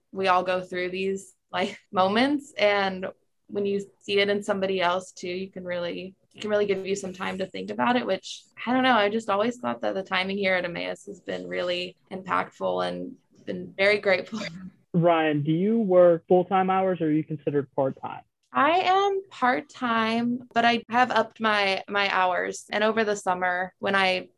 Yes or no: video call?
yes